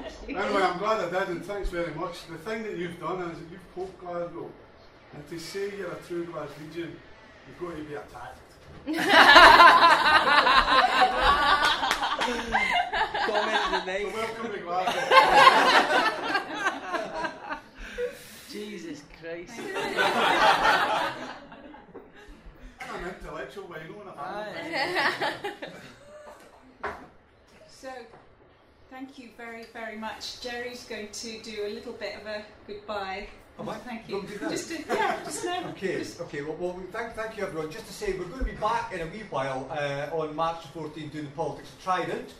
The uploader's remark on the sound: Held at the Glad Cafe as part of Imagination, Scotland's Festival of Ideas.